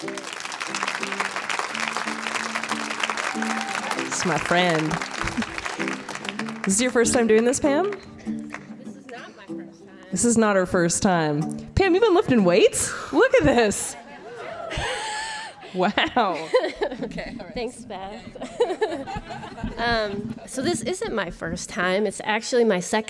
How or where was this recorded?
live audience